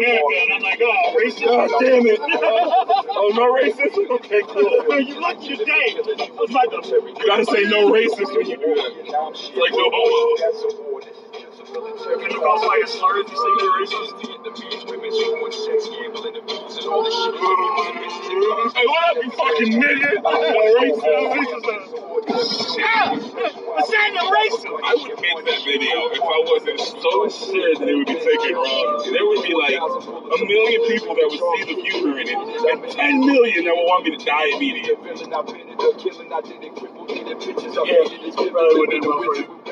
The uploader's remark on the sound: Very rough fucking audio.